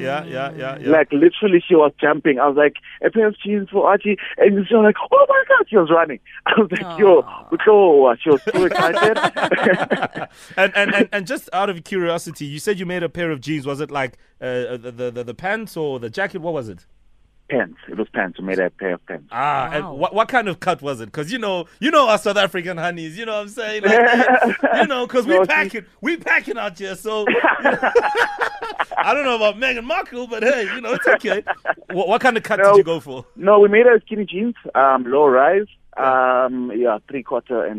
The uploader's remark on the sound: PHONE INTERVIEW